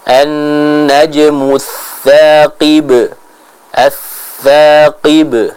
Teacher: huruf ba ini kita baca dengan qalqalah kubra, yang maknanya qalqalah yang kuat atau qalqalah yang besar karena ia berada di akhir ayat